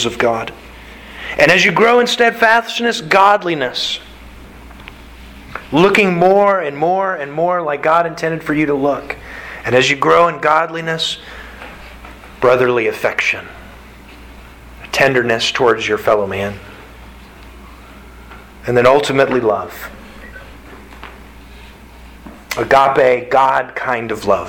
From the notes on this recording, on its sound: Sermon delivered to the Galena Bible Church